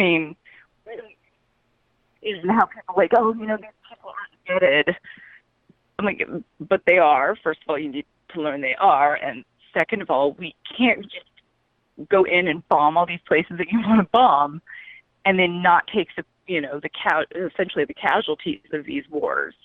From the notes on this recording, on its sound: Call-in Episode #002. Take calls from listeners.